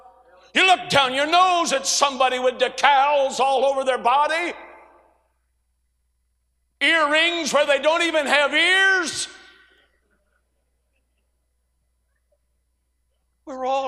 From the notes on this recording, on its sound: A sermon preached Monday Evening during our Spring Jubilee, on March 27, 2023.